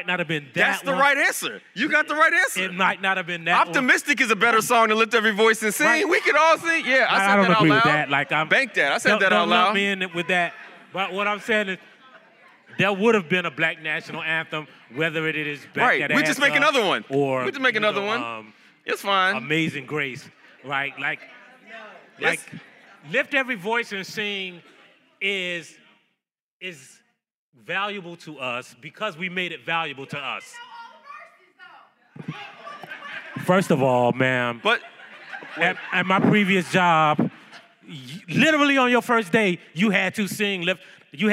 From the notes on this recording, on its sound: In front of a live audience at the National Association of Black Journalists Conference and Career Fair in Birmingham, Alabama.